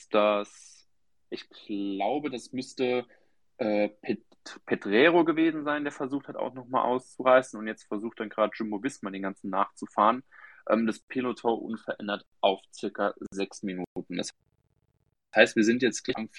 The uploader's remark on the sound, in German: Wir haben eine Aufzeichnung dieses Spaces ausgegraben.